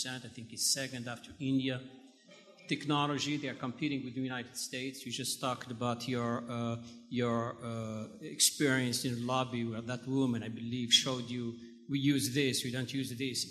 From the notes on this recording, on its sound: Then you'll hear a panel from the IMN Conference